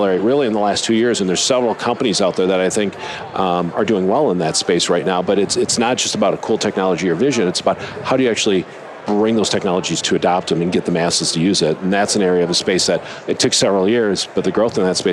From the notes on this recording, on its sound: LIVE from Las Vegas, at #HRTechConf